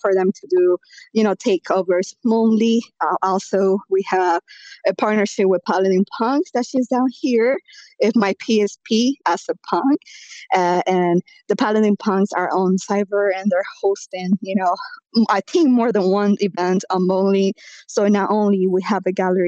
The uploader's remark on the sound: broadcast live via a Twitter space